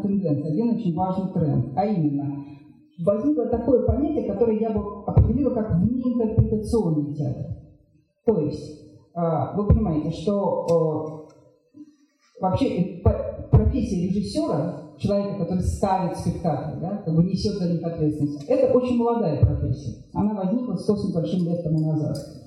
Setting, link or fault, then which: setting, live audience